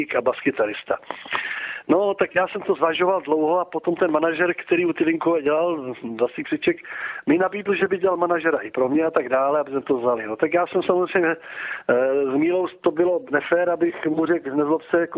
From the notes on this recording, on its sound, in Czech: telefonický rozhovor